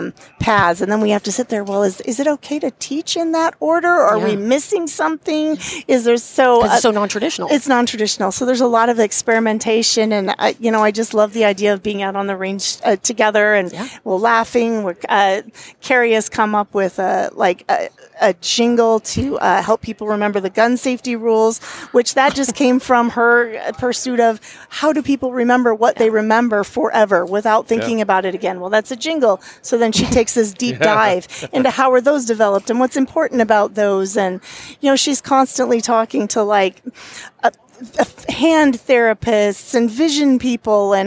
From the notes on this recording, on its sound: An interview that was recorded on the SHOT Show floor in the HK booth.